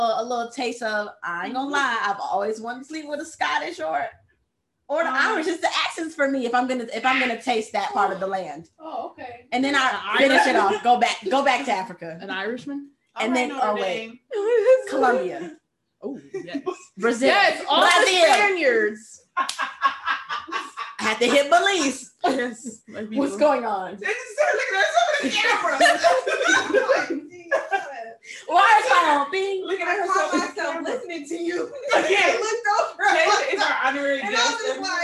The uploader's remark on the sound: Excuse our sound quality this week as we took the show on the road and endured some technical difficulties while all trying to record in the same room.